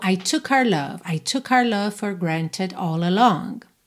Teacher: essa palavra our, nosso, nossa, nossos, nossas, acaba ficando reduzida ao som da letra R